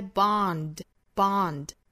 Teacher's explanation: 美音上下开口度更大更松更开